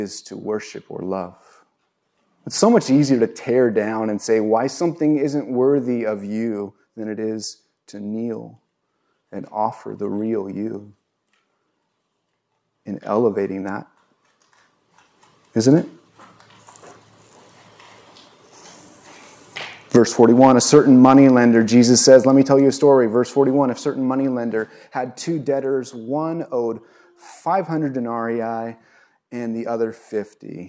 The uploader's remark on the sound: recorded on Jun 19, 2022 at Bethel church in Ridgefield, Wa